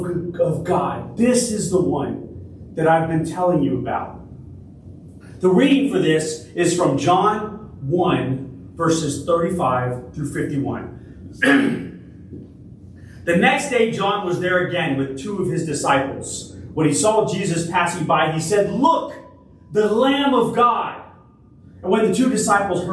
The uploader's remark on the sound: Originally delivered on September 3, 2023 at Crossroads Christian Fellowship in San Antonio, TX